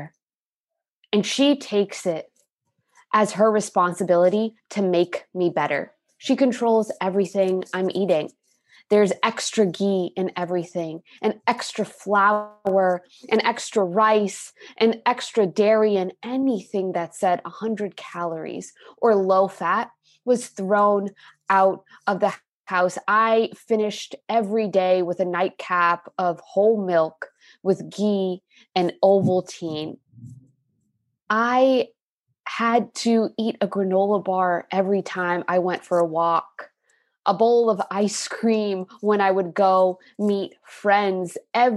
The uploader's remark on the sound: Our two feature truelogue stories are from GRIT's live (virtual) event in June 2021.